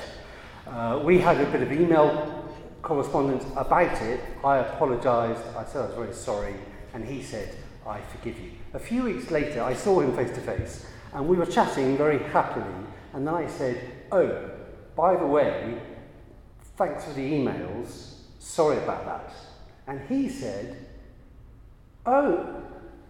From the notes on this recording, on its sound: a Christians in Parliament Chapel Service which was held in the Chapel of St Mary Undercroft on Tuesday 4th July 2023